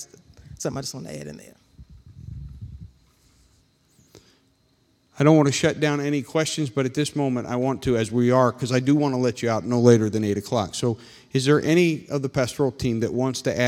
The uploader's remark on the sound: This meeting was recorded live on August 22nd, 2021 at Newark UPC.